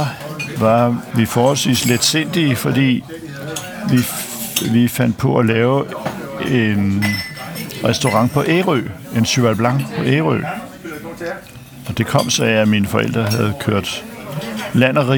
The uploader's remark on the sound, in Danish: Optaget på Nimb Brasserie, Tivoli, København.